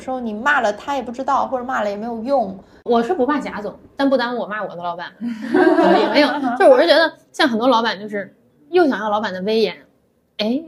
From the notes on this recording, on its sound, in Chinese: 本期录音环境较为嘈杂，请大家多多多多谅解